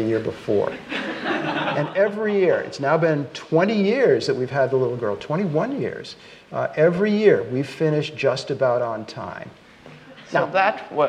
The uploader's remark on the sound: This podcast, recorded during the 7th Science Salon. In Copenhagen.